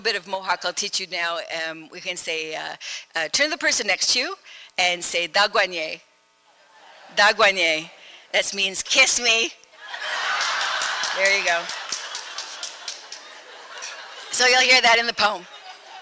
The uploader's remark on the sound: Podcast from the 2016 Sunshine Coast Festival of the Written Arts.